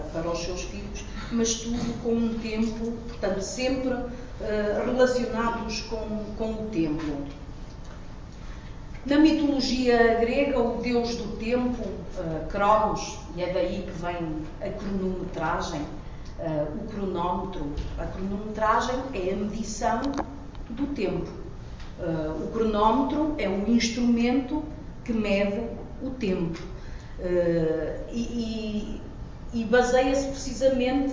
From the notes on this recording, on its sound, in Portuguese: Audio da primeira comunicação das XVI Jornadas de Boas Práticas Lean.